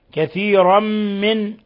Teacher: تنوين فتح جاء بعده الميم، أضغمت التنوين في الميم، إضغام بغنة